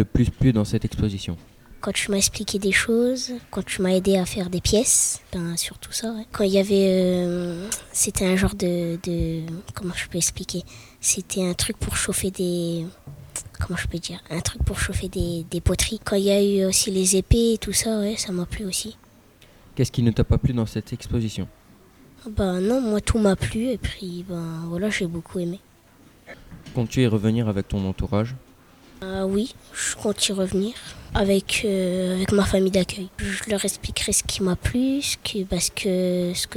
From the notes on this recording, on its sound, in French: Des lycéens de seconde en option patrimoine au lycée Saint-Exupéry de Saint-Dizier ont réalisé une émission en direct de l'espace Camille Claudel sur l'exposition l'Austrasie.